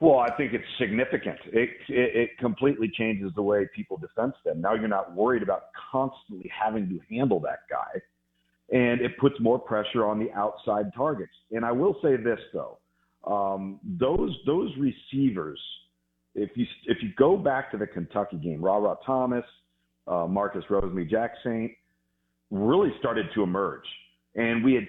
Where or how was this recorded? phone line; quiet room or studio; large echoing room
phone line